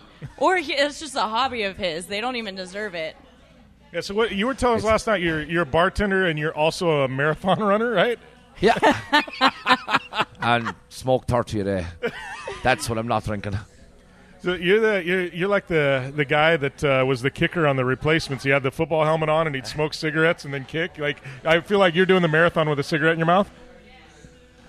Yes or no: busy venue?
yes